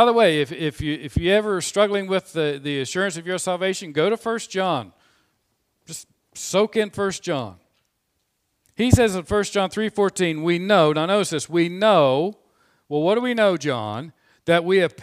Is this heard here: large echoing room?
yes